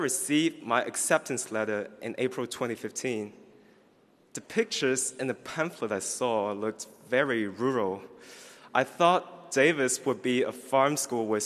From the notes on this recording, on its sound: gives the student address at the UC Davis College of Agriculture and Environmental Sciences AM commencement on June 15, 2018